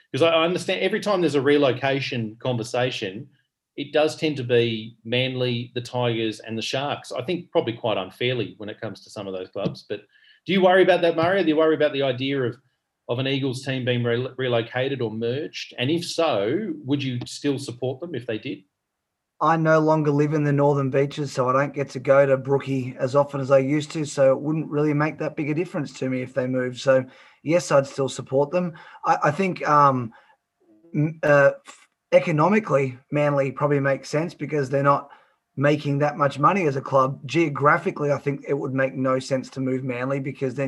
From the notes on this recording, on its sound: Today we run a special panel edition of the show through Zoom